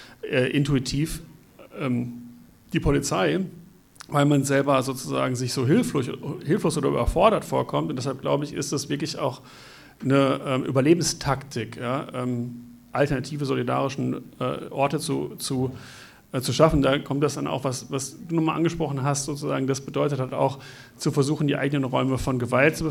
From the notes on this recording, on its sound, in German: Buchvorstellung und Gespräch. Mitschnitt der Veranstaltung vom 18. In leicht gekürzter Form.